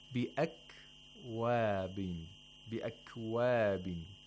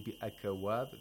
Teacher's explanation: it should be pronounced without qalqala, the kaf, I mean. · Shown in: first take · Term: kaf sakina